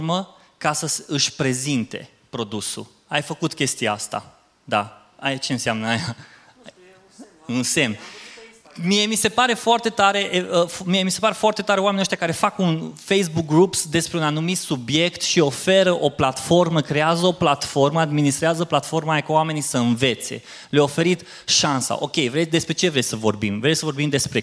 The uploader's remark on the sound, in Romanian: Episodul acesta este o înregistrare live de la evenimentul Webstock. Un eveniment dedicat comunității de online, oameni de social media, creatori de conținut și online marketing manageri.